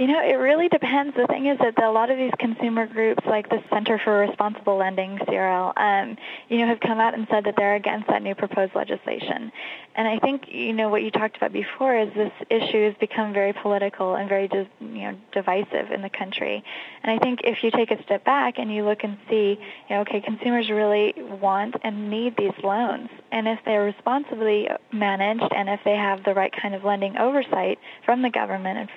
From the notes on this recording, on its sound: An in-depth telephone interview